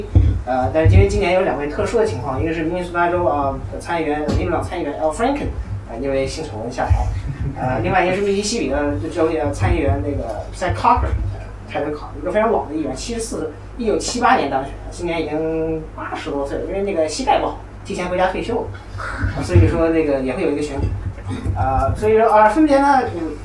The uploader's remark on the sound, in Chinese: 七月初，《选·美》在北京举行了一场线下活动。录音由观众提供，品质不佳，见谅。